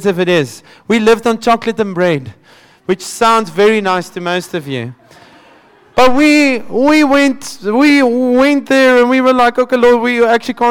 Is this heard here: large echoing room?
yes